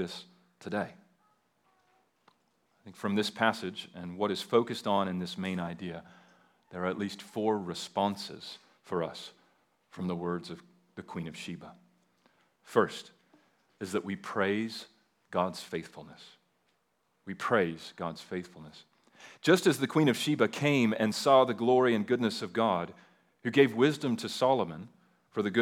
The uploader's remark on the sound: At Liberty Baptist Church in Liberty, Missouri.